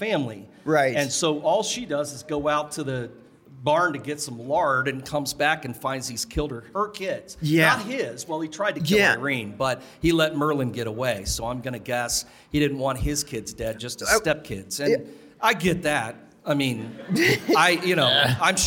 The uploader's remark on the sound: Live From Dead of Winter 2024